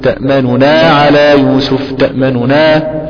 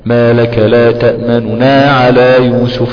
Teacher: انك تضم ضم بسيط، انك تضم ضم سريع وتخفض صوتك عند الضمه. ما لك لا تأمننا على يوسف، تفرق بين النونين، تأمننا على يوسف كذا بهذه الآلية. · Term: الروم